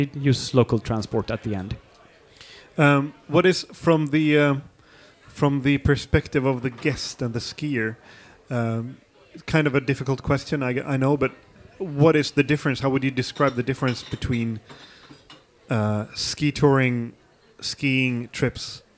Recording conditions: busy venue